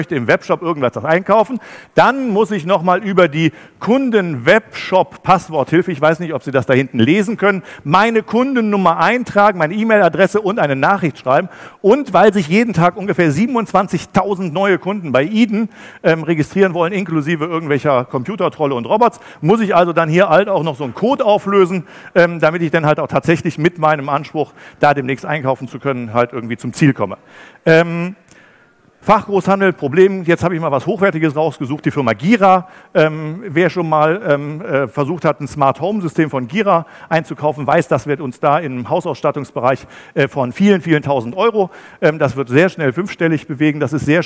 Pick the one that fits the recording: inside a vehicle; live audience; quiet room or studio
live audience